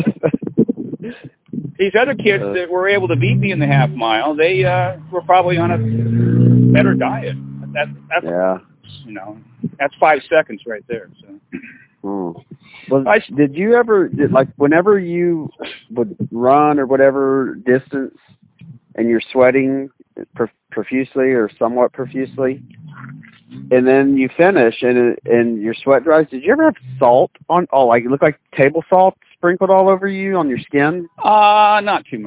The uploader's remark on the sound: Walking around under the hot sun and pacing back and forth in a local park while receiving strange looks from "normal" people.